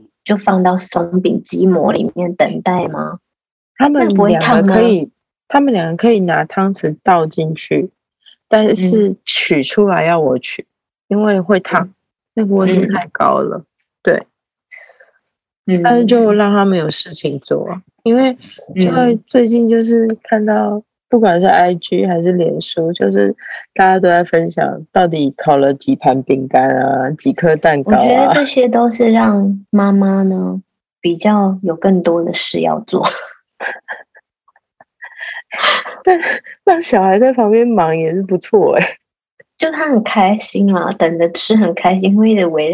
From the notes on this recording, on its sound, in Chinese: 線上錄音again我們依舊趁著孩子睡去後躲在黑漆漆的房間裡